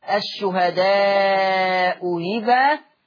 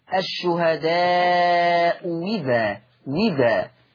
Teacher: قاعدة بتقول إذا اجتمع همزتان، القاعدة بتقول إذا اجتمع همزتان مختلفتان في الحركة وليس فيهما همزة مفتوحة فحكم الهمزة الثانية إما التسهيل أو الإبدال واو مكسورة